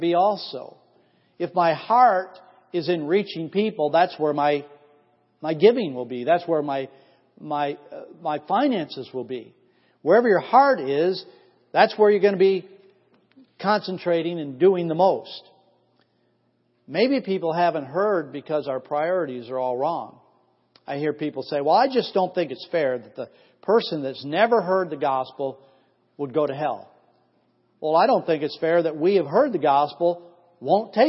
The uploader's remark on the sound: Missions Conference 2014 Sunday AM Service